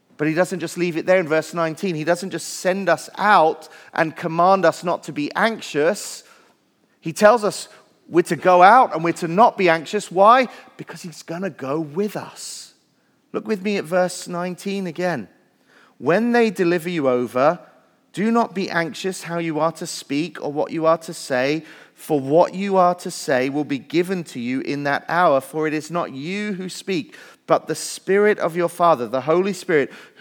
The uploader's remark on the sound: Message Preached at Valley Creek Church